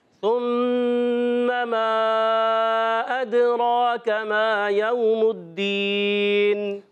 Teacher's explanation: ادراک دال میں کریں گے قلقلہ، دال میں کیا کریں گے قلقلہ، را پر زبر آنے کی وجہ سے کھڑا زبر ہے پور ہو جائے گا را، اور کاف کو باریک پڑھیں گے. · ما کو کھینچنا ہے، یو کو نہیں کھینچنا